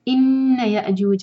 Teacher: حمزہ پر cut off sound حمزہ کا مخرج ادا کرنا ہے